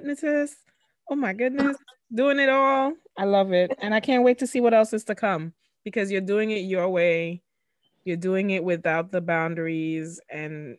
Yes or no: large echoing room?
no